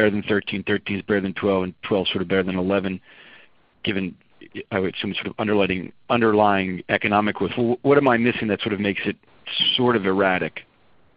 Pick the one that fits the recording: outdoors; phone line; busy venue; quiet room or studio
phone line